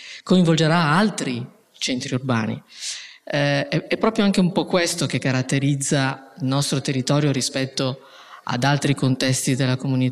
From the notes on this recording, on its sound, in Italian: In questa puntata live registrata il 26 ottobre 2023 durante Future4Cities, il festival delle città che cambiano.